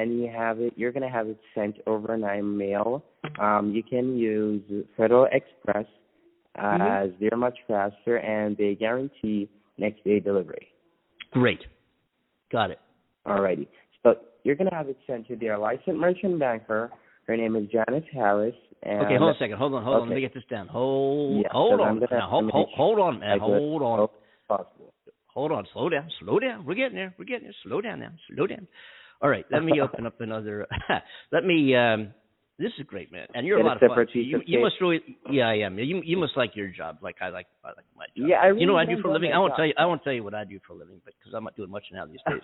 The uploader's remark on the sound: We caught it LIve! We had to do this on the fly. I received a call on my cell phone from a scam artist claiming to be from the Publishers Clearing House. I could have added more sound clips and so forth but I didn't want to make it obvious that this is a radio show.